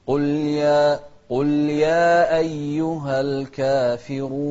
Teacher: الراء مضمومة فإذا هي مفخمة